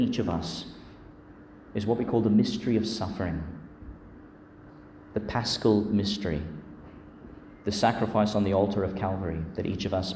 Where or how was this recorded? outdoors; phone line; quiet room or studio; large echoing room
large echoing room